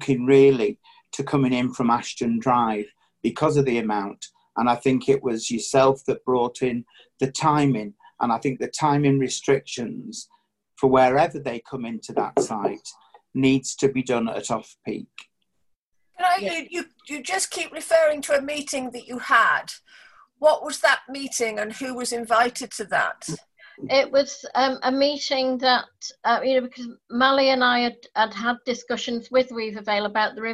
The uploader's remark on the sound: Audio recording of Frodsham Town Council's online extraordinary meeting